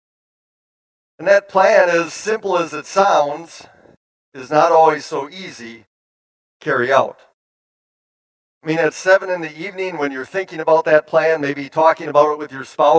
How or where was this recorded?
large echoing room